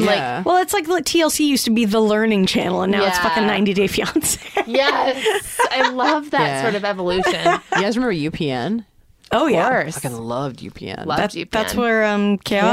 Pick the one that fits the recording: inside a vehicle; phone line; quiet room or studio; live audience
quiet room or studio